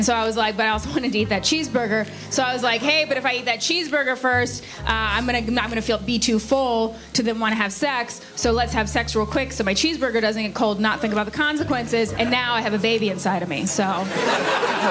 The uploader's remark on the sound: The comedy in this episode was recorded at live venues all around the country.